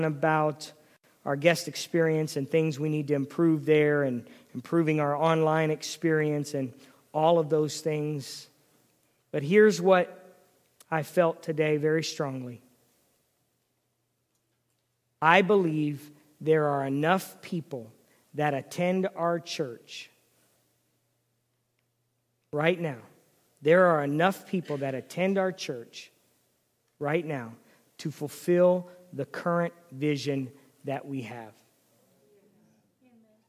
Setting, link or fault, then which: setting, large echoing room